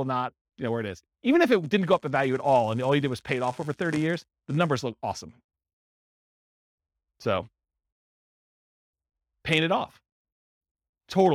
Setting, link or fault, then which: setting, live audience